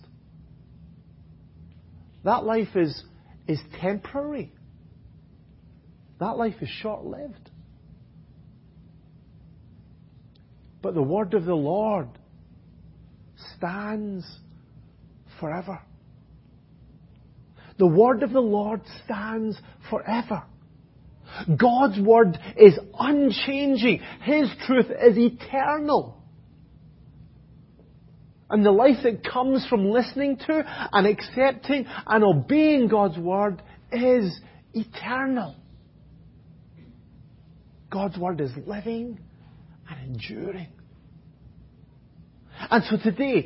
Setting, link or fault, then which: setting, large echoing room